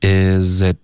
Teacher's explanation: 后 is it 这两个字的开头，句子开头还是挺常见的，所以大家注意，它会连读 isit。OK，这个 z 和 it 连读，it 的 t 也得省略，导致一个干脆的停顿。